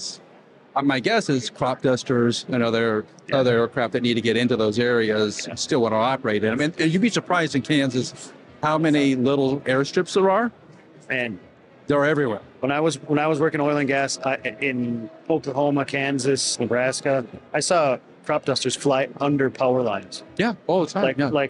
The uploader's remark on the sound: Live from Wind Europe 2023 in Copenhagen